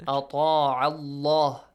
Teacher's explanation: Allah is pronounced heavily here because there is a fatha sound before.